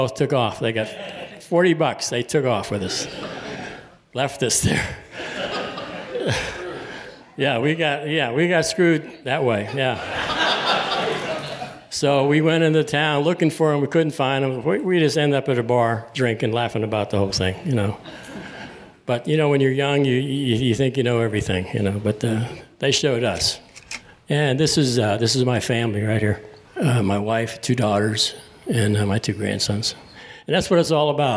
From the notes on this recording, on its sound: Stories and voices of local veterans recorded live on June 8, 2016 at Grazie Restaurant in Wexford, Pennsylvania. Veteran Voices of Pittsburgh Oral History Initiative.